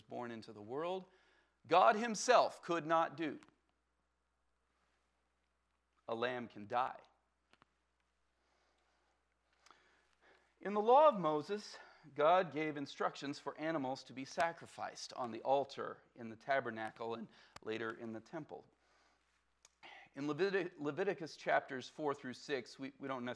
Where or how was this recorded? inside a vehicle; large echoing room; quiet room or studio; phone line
large echoing room